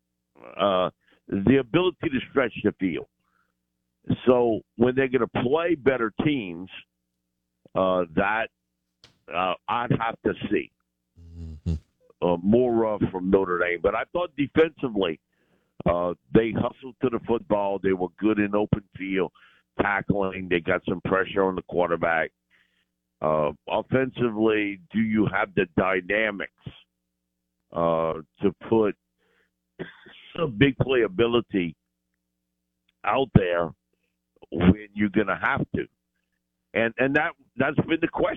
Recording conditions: phone line